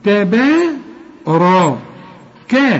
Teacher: التاء والبه بالمد بتاعها مرققين، الراء مفخمة، الكاف مرققة. تبارك، شوف تبارك، تبارك اسم ربك.